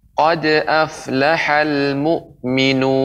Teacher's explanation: qalqalah sughra yaitu apabila huruf qalqalah ada di tengah